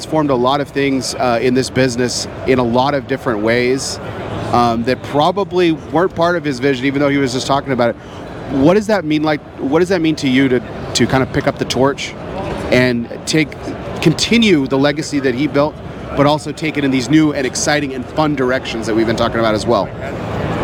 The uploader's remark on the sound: recorded at this year's PCA